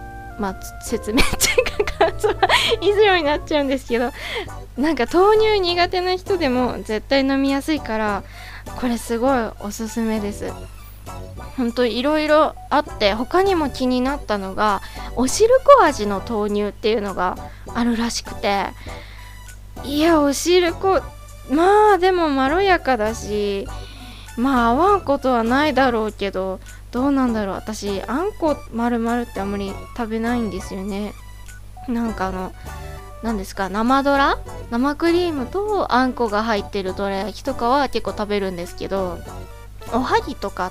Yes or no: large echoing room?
no